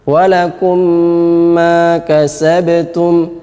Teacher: Mim ini dimasukkan, mim pertama dimasukkan ke mim kedua. Caranya adalah sukunya dihilangkan, huruf yang kedua ditasydid. · kalau masuk secara sempurna seperti ini disebut dengan idgham kamil atau idgham yang sempurna, sehingga betul-betul hilang, seakan-akan hilang mim yang pertama itu.